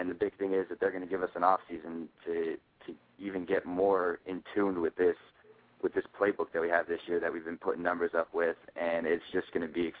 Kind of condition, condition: link, phone line